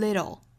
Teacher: save a whole lot of paindown the road 好我们再来看美音美音里 little 这个词会发成 little 注意里面的这个字母 t 对应的是一个弹舌的类似于的发音但是又不是十足的位置我们可以说是舌尖在硬腭的位置一弹而过 dull 弹完之后就去发舌侧音了哈所以 dull little 再弹得快一点 little 一开始可能大家就练到 little 这样的程度后面我们就可以慢慢的去加速度变成越来越弹的一个 dull 的发音 little sometimes a little discomfort · Term: 弹舌音